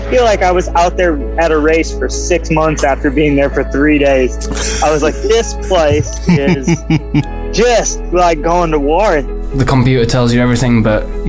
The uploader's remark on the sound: Round 2 of the British Cycling National Downhill Series would be the only opportunity to race Fort William in 2023. In between runs he caught up with the crème de la crème of the World’s Elite DH racers…